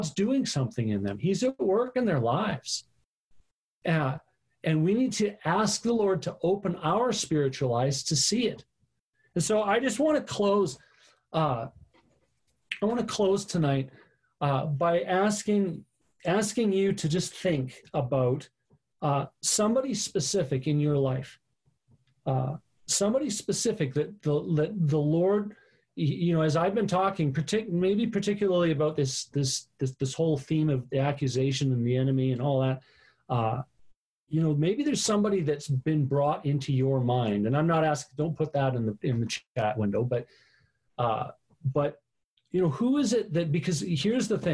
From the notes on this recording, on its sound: Live on zoom for our September Online Gathering.